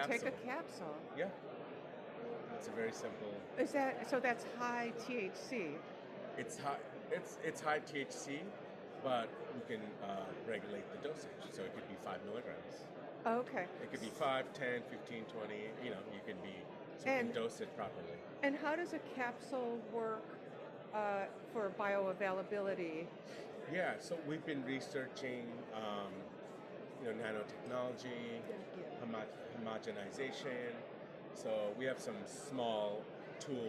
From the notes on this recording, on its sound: Today we record the podcast from the floor of the MJ Unpacked show in NYC